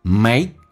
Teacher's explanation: Make A 这个发音稍微饱满一点，先发 A，再发 E。Make，K 不用发音，这叫略音，后面是一辅音开头。